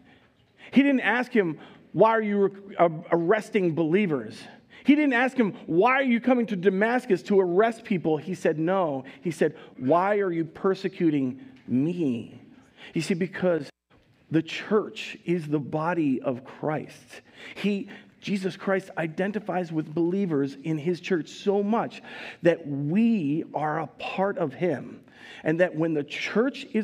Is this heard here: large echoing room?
yes